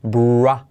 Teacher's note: La R siempre trae consigo una U.